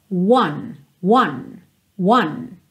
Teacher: o número um, one, ele tem um começo fechadinho, é quase como se você partisse de uma letra U.